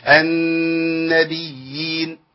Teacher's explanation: طيب يبقى احنا محتاجين ضبط الازمنه في بس في عندنا بقى مشكله، عندنا حاجه اسمها تمكين. النبيين عندنا ياء مشدده وبعديها ياء ساكنه، فعندي ثلاث ياءات فلا بد من التمكين